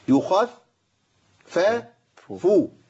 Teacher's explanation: الفاء مشدده وبعديها فاء متحركه، عندي ثلاث فاءات